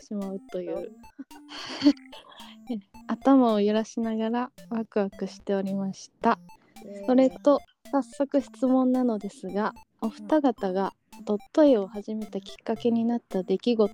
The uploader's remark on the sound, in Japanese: 音声が終始乱れております